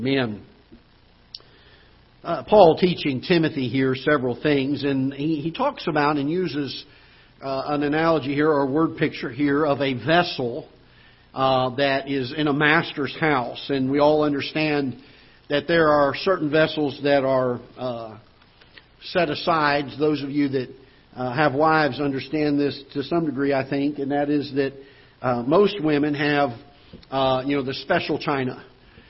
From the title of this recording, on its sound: Ketha Heights Baptist Church ~ Live Broadcast